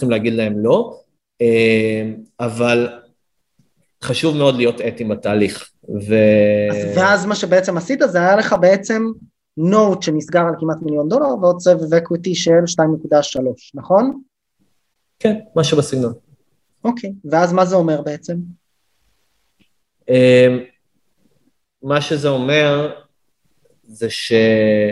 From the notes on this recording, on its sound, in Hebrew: הפרק הוקלט דרך הזום.